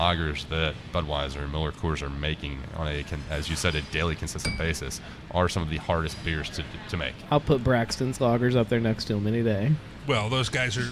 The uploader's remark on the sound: Live At The Kroger Oakley Station Growler Bar